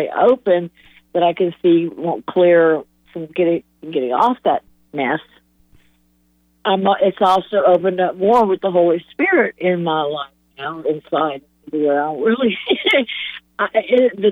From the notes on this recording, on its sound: Listeners Call